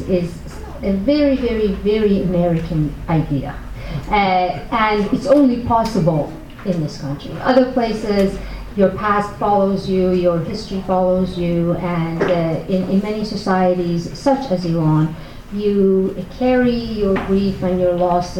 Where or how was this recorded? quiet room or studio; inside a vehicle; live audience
live audience